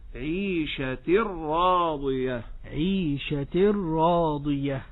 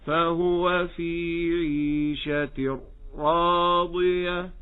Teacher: أنتبه أنني لا أكتم صوت الراء · Shown in: first take · لا أقول كما يقول بعضهم فهو في عيشة راضية. · Term: إدغام دون غنة